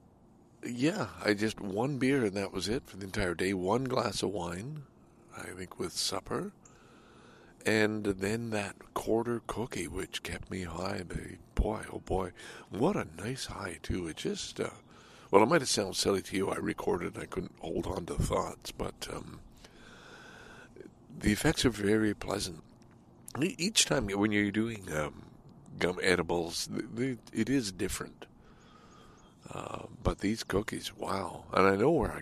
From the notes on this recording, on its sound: enjoys time to read and reflect at nearby Darlington Provincial Park in this longer than usual clearly unedited episode